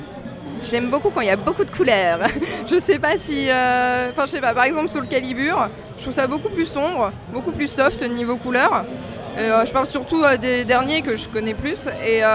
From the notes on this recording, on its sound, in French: Ce moment à été enregistré pendant la World Game Cup 2013 en plein milieu d'un couloir et avant les phases finales de Super Street Fighter IV AE.